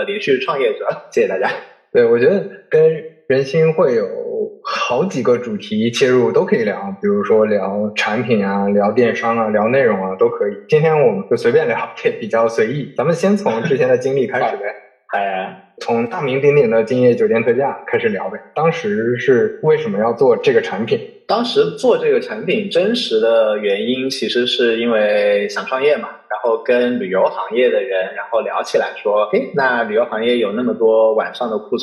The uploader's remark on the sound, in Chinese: 本期线上录制，由于收音环境不佳，建议尽量公放、或将耳机音量调低一点点收听。